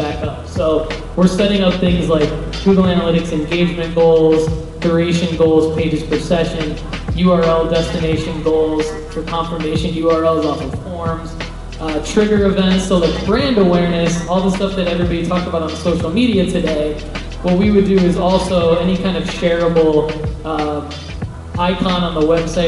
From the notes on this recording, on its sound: Keynote at The City Winery. Nashville Marketers.